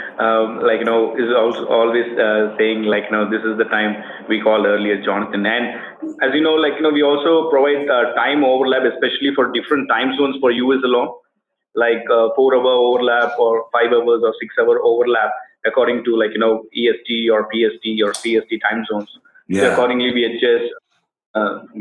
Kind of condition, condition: fault, poor sound quality